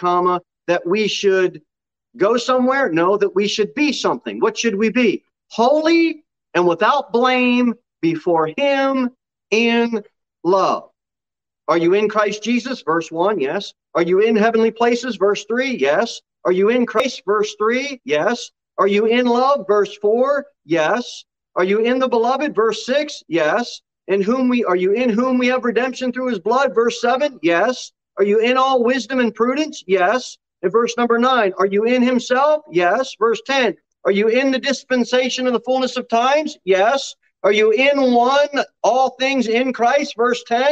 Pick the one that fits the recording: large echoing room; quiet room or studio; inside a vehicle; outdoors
large echoing room